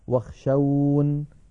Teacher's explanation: ونقف عليها واخشون هكذا بحذف ياء المتكلم